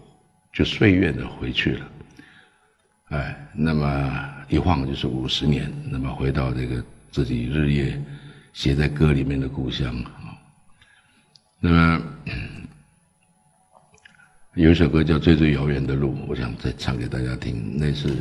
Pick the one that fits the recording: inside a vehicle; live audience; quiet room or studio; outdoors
live audience